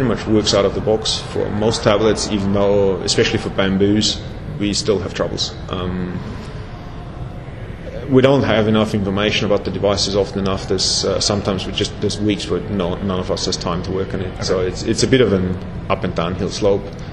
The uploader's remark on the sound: Interview at X.Org Developer Conference (XDC) 2011